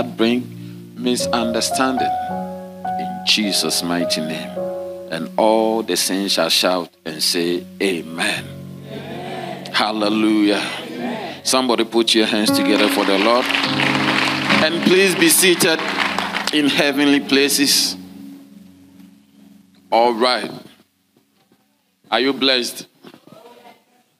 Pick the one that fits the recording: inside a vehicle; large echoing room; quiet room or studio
large echoing room